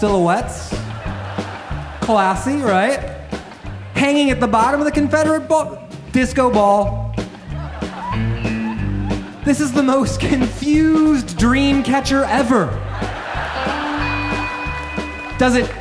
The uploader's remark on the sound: Performed live at The Power Center in Ann Arbor, Michigan In partnership with Michigan Radio and The Ann Arbor Summer Festival.